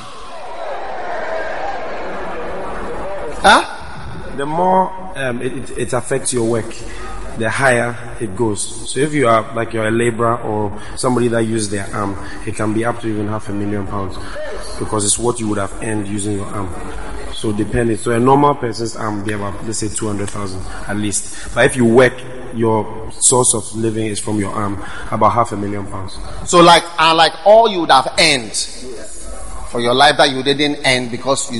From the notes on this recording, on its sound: Preached at the First Love Center.